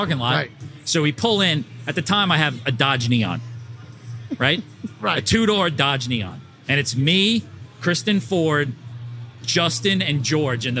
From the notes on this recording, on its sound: drinking tiny cask beers at the Blue Point Cask Beer Festival